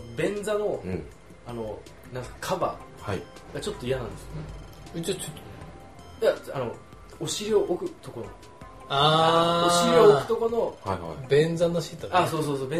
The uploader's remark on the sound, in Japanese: 忘年会収録の様子をお届けします。